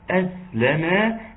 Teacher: جريان الصوت في السين أسلما مع الصفير بتاعها